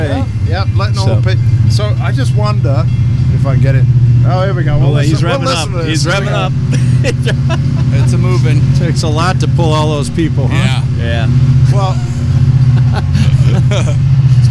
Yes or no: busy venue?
yes